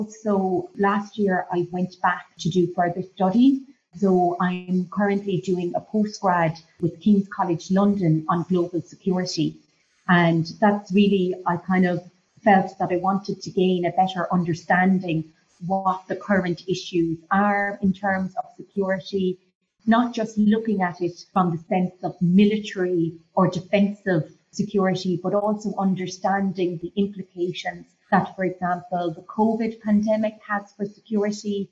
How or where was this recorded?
video call